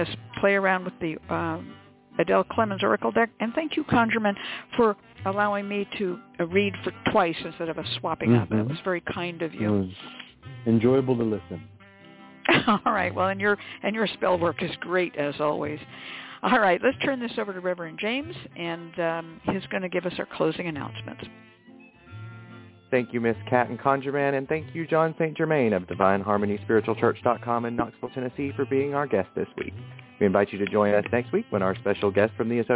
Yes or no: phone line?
yes